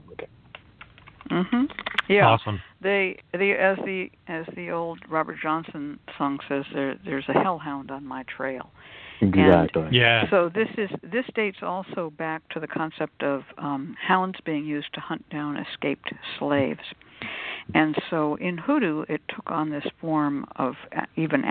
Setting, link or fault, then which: link, phone line